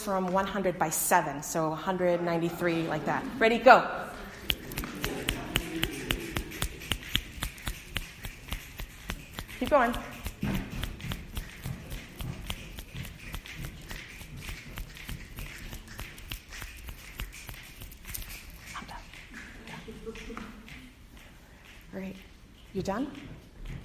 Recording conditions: large echoing room